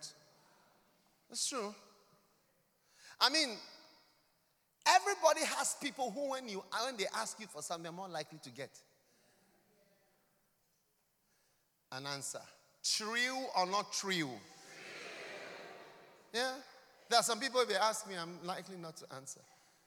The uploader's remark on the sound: Preached at a Healing Jesus Service on the 25th of June in London